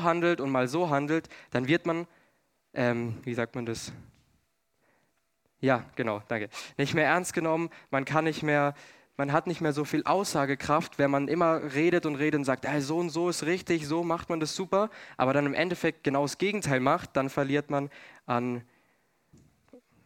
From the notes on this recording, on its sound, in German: 2022 in der Gemeinde Kaleo Schopfheim aufgenommen.